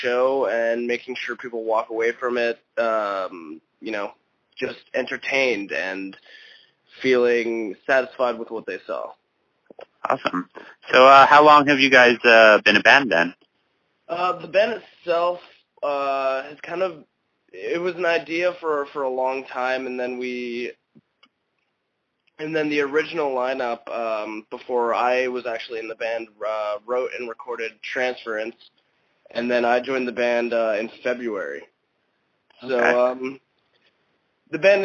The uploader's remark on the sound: I do quite a few phone interviews with different bands around the country, and I guess in this episode around the world. I decided to compile some of these interviews and release it as a full podcast episode.